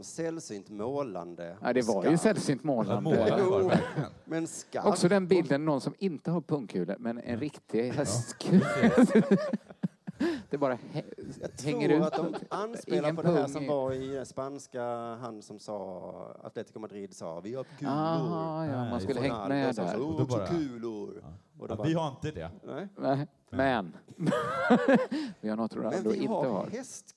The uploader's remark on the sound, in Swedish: Inför publik på Rigoletto.